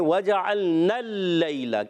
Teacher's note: عین کو لام سے ملانا ہے، لام کو ہلانا نہیں ہے. پھر دوسرے نون کو لام سے ملانا ہے اور لام مشدد ہے، رک کر پڑھیں گے